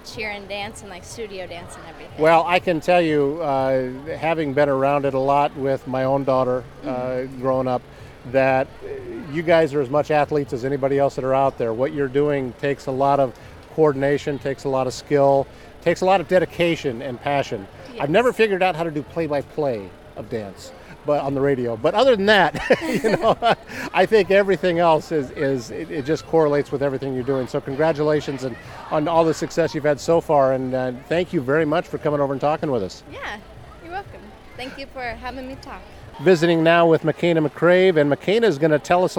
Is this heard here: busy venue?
yes